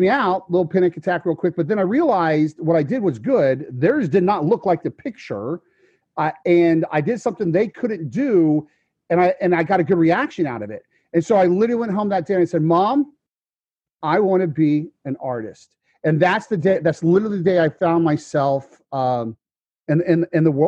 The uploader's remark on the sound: Today’s episode was filmed in front of a virtual audience, more specifically The World Dominating Alliance members.